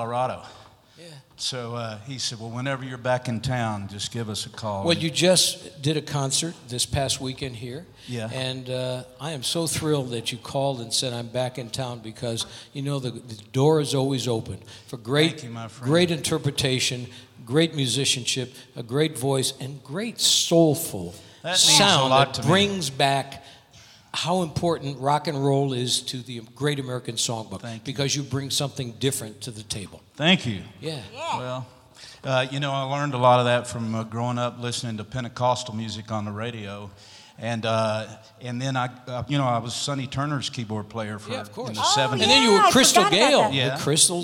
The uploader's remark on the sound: Live at the South Point Casino